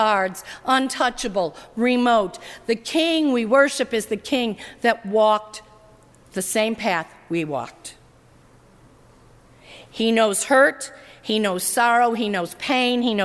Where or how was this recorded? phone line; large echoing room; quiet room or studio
large echoing room